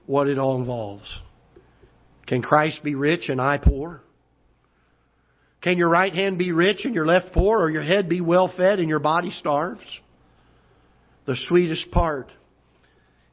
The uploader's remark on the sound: Ketha Heights Baptist Church ~ Live Broadcast